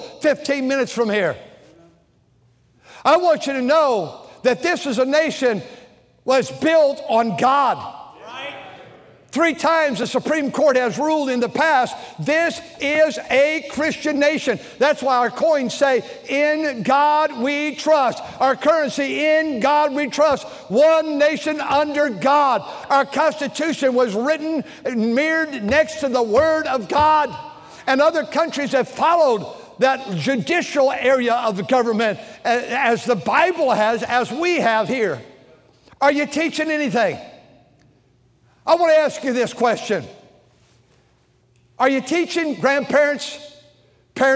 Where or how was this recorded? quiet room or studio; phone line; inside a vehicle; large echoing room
large echoing room